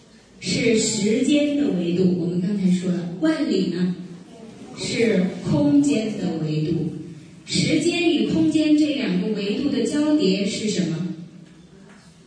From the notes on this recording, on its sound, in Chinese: 赴青海民族大学做题为《诗中有道——从古典诗词看中国传统价值体系》的公益讲座。现将现场录音与大家共享。